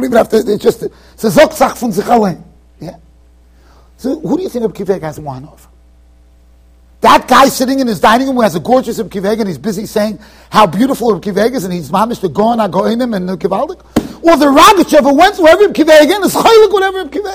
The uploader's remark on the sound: Shiur recorded in Yeshivas Ohr Reuven, Monsey NY.